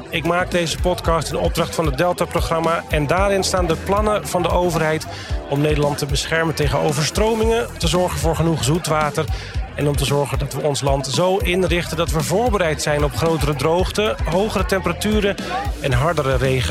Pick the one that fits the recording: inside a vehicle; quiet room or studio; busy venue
busy venue